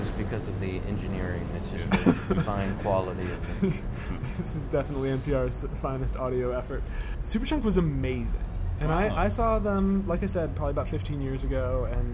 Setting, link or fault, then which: setting, outdoors